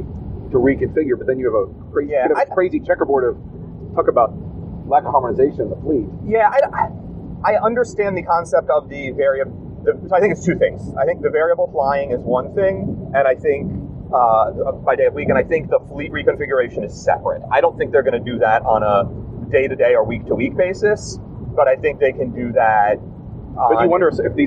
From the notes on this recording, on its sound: This week’s show was recorded on the drive back to the airport